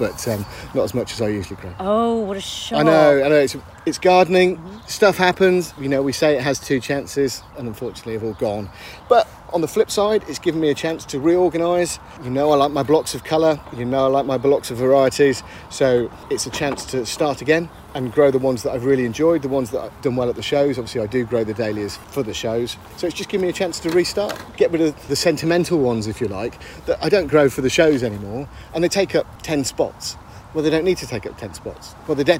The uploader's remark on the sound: On a hot summer's evening. Record this episode of Growing Together in a private garden in Hampshire.